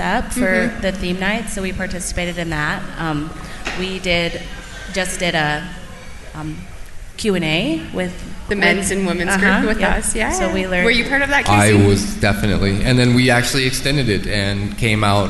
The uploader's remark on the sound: Live Interviews with Newbies during Young Swingers Week at Hedoni